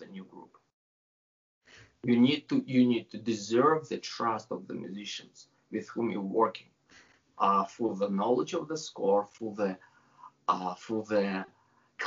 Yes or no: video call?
yes